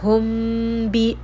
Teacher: you are just going to hide the letter mim within the letter ba. Hum bi. And then of course you are going to give it hunna as well. · Term: ikhfa